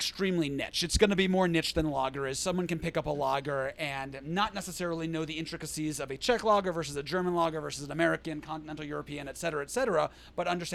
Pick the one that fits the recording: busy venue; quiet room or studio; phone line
busy venue